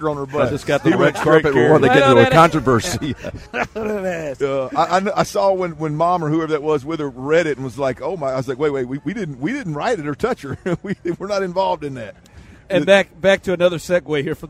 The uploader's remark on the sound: As THE DRIVE was broadcasting LIVE for Football Friday from the George R Brown Conventions center